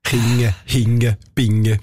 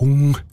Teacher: Das geht so bis etwa Thun, dass man ND-Velarisierung, also man nimmt es vom «nd» zum «ng» ins Velum hinteren, ins Gaumensegel, darum sagt man Velarisierung